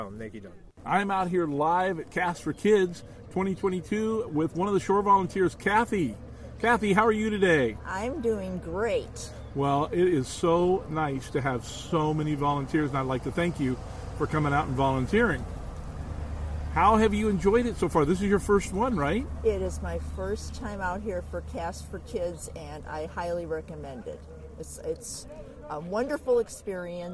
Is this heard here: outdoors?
yes